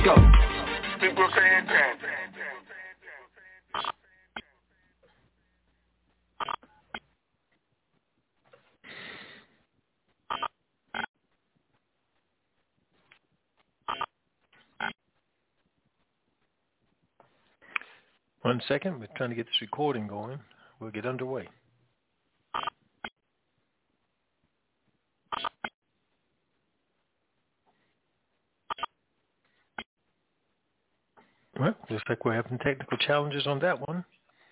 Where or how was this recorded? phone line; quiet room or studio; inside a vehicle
phone line